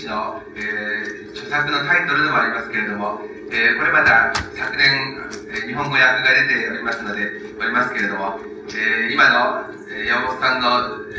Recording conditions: poor sound quality